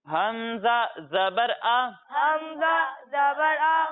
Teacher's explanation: हमजा की अदायगी हलक के निचले हिस्से से होती है